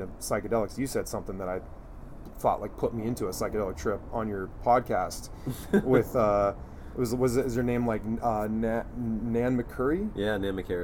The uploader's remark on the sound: This episode is an outdoor spirits tasting. In the backyard at Crenshaw Cru… so you will hear some authentic LA audio texture in the back ground.